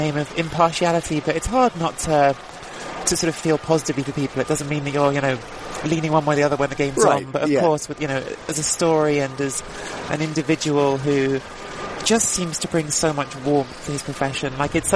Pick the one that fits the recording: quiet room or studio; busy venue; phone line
busy venue